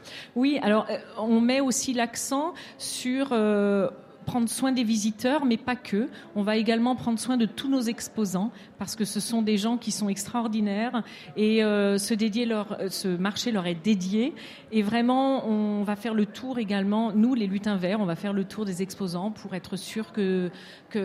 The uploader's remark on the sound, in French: en direct des halles inclusives 2022